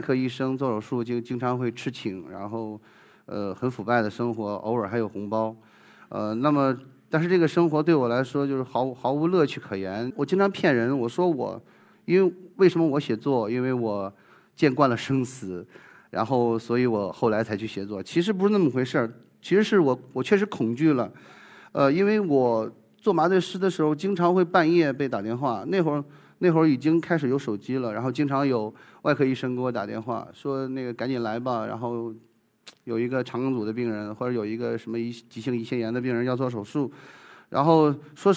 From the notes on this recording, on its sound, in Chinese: 一席现场